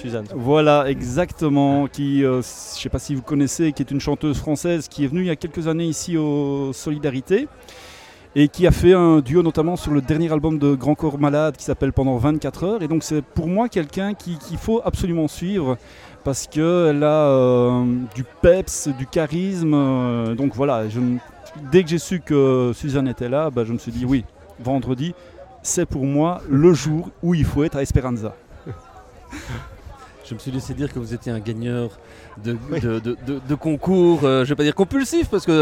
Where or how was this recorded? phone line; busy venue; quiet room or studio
busy venue